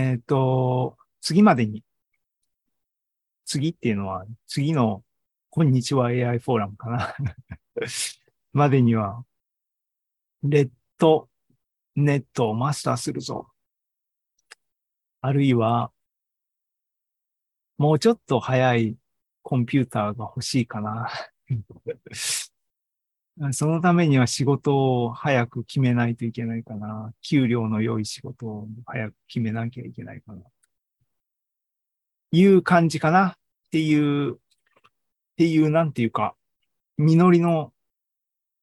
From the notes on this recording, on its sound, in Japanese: シーズン４３は２０２３年７月２９日に開催した ZOOMライブの模様です。